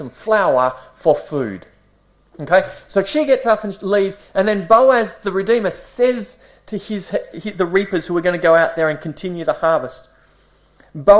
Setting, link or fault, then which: setting, large echoing room